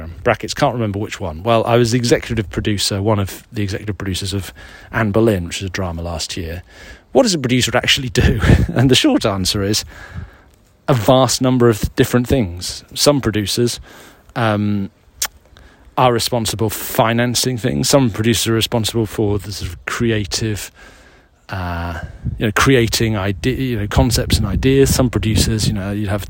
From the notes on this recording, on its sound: This week’s edition was recorded in the grounds of Wilmington Priory in Sussex, near the south coast of England.